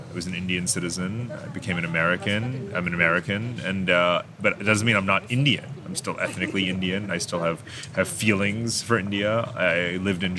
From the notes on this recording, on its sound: took place backstage at the Moscow Urban Forum